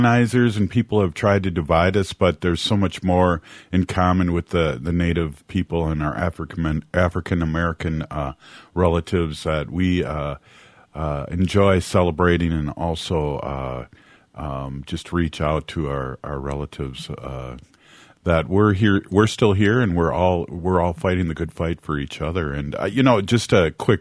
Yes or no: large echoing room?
no